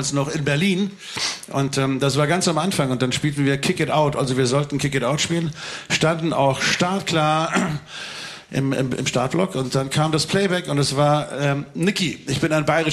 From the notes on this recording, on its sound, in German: Live-Podcast vom Fury-Fan-Abend. Den ganzen Abend mit Unplugged-Songs begleitet.